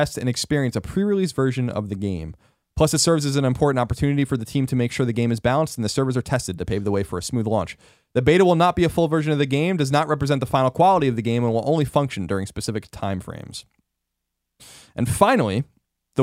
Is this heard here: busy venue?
no